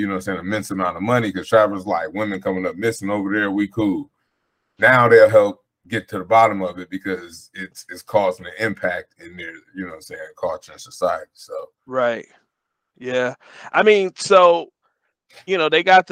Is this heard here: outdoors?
no